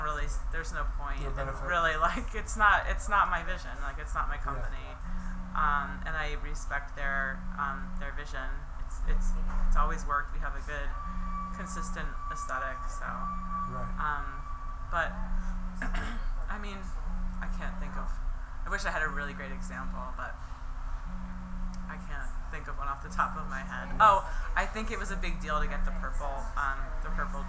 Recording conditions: busy venue